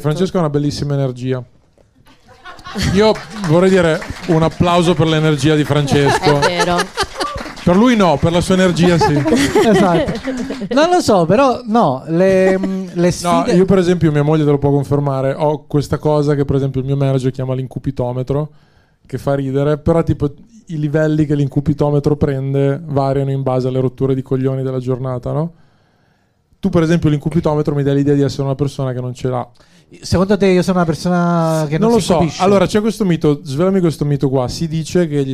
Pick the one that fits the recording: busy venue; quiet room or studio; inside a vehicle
busy venue